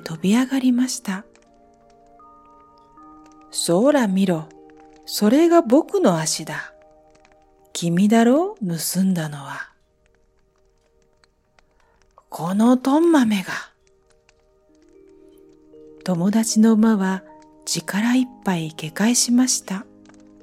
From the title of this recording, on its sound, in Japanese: 焚火の音付き